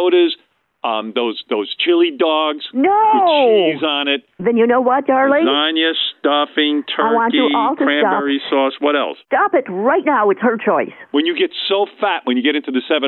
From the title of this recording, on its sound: Prank Call